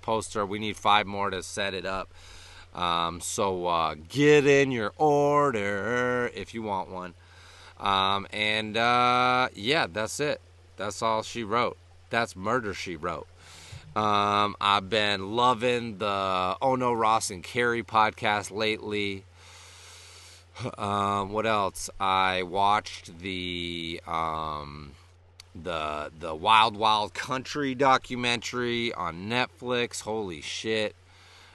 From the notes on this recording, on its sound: records an episode of the podcast down by the brook